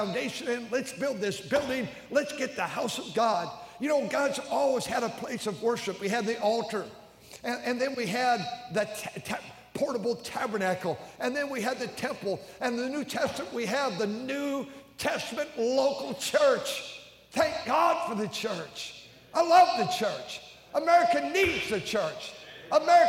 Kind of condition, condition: setting, large echoing room